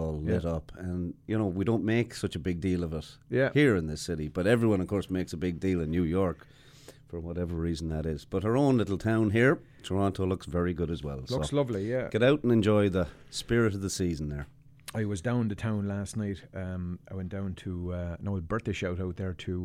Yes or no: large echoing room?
no